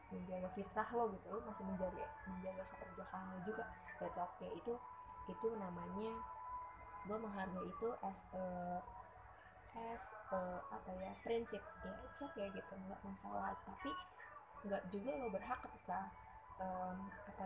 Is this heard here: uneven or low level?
yes